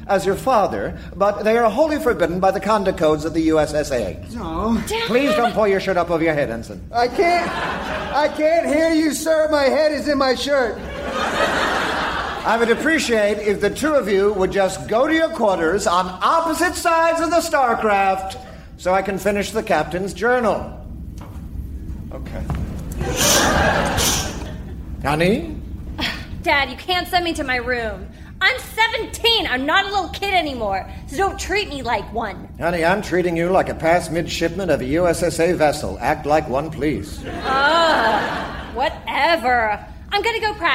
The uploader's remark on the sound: Recorded Live 8/6/2011 at Largo, Los Angeles.